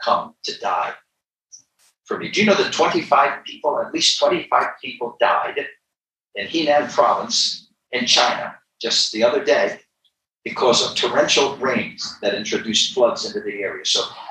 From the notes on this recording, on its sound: Gospel tent meeting. Quality of this recording is poor.